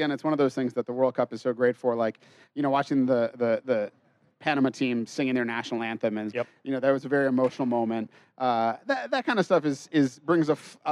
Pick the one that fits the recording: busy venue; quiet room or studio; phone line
busy venue